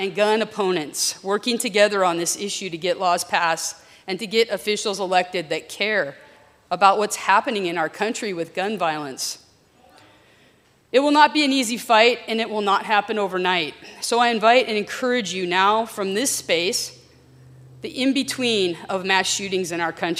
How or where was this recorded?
large echoing room